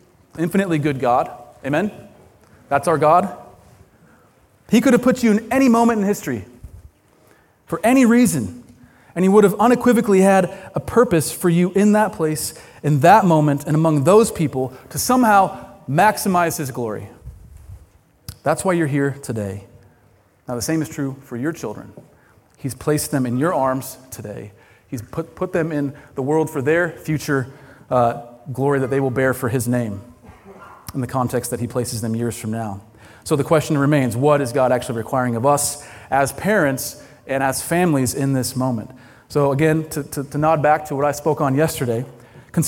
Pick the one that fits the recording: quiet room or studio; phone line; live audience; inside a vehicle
live audience